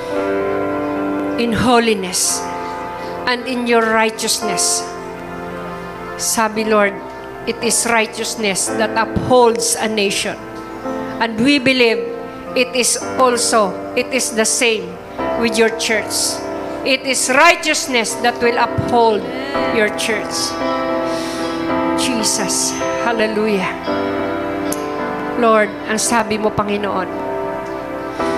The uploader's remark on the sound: Recorded live at The Shepherd Of Faith Family Church.